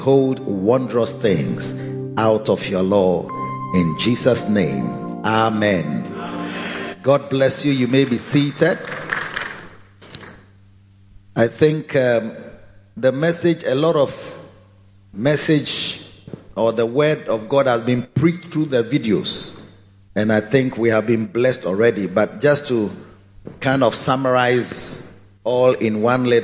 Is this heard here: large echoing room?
yes